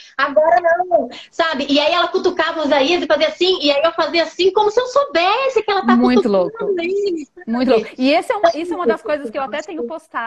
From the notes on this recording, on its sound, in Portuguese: A conversa foi gravada ao vivo pelo meu Instagram